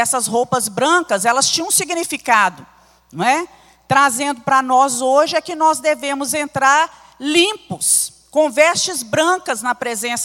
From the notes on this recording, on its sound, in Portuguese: Transmissão ao vivo do Culto de Adoração ao nosso Deus, realizado na Igreja Batista Moriá.